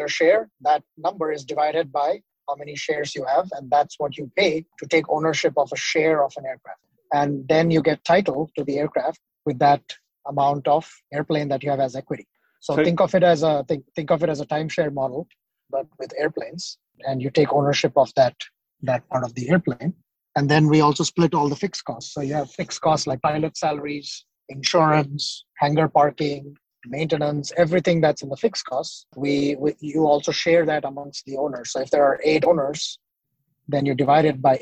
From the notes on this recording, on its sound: despite some technical difficulties, we recorded it on mobile during a car trip